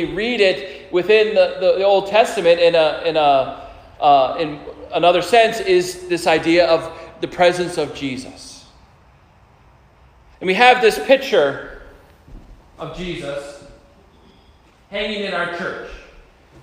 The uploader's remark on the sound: Preaches at Prince of Peace Lutheran Church in Kensington, CT.